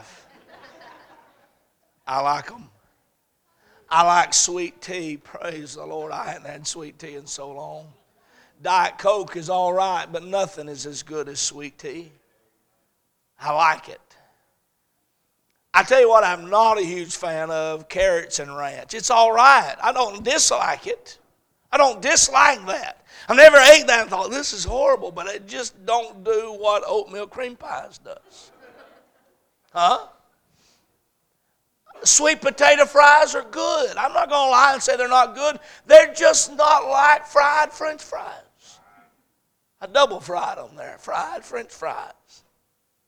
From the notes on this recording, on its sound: A message series preached at Crossroads Baptist Church. On Wednesday night.